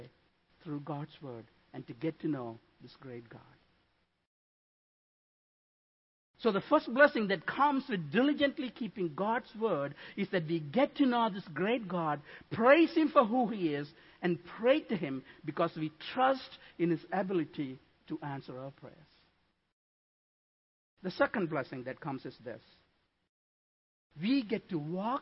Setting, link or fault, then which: setting, large echoing room